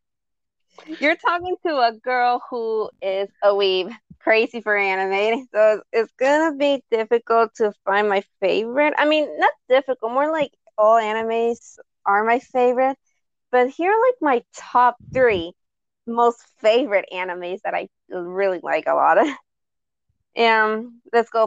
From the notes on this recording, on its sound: Sorry I think the audio problem is not the Mic is my wifi connection.